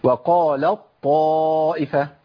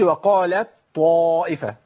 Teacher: التاء عندي بتذهب بالكليه وتفضل بطاء · Shown in: first take · Term: ادغام كامل